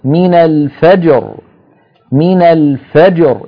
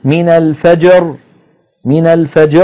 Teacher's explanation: نقلقل الجيم مع المحافظة على سكونها ونلفظ بالراء مع المحافظة على سكونها · Shown in: first take